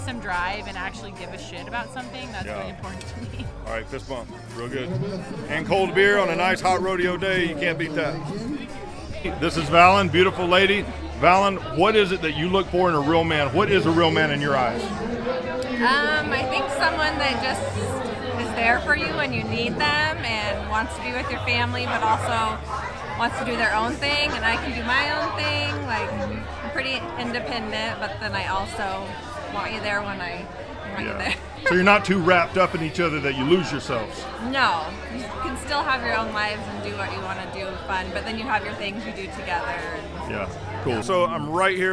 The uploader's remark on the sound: LIVE at The Helix Rodeo (On Location)